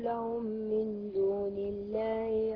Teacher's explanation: ميم مع الميم؟ متماثلين، إدغام مثلين صغير